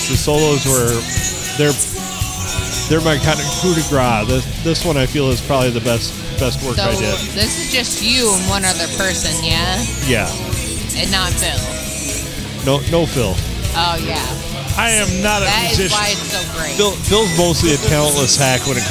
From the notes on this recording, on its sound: Recorded at the STD, where the music just kept getting louder and louder.